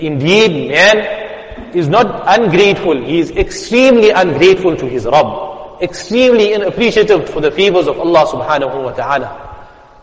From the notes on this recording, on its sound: Jumuah Lecture at Masjid us Saliheen 06 Jan 2023